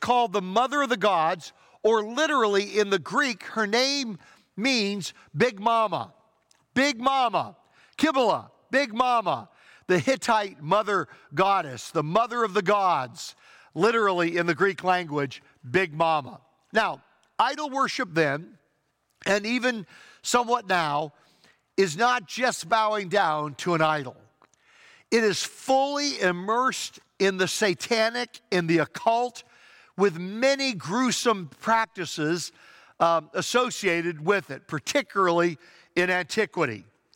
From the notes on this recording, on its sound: Traditional Worship (In-Person Service).